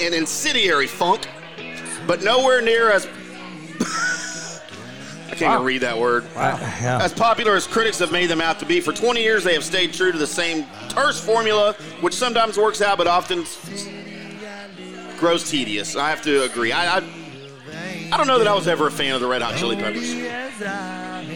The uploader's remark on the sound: LIVE at Barrel & Bones in The Colony